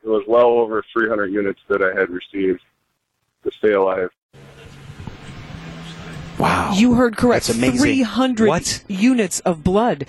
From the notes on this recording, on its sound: We begin our live broadcasts from Summerfest 2023.